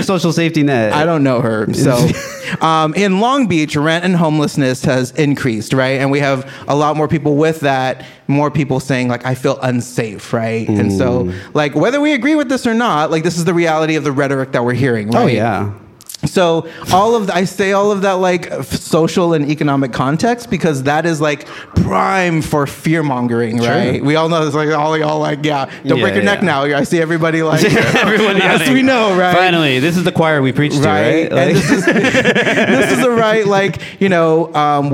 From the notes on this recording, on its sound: Live from Plantiitas on Fourth Street. With a live audience.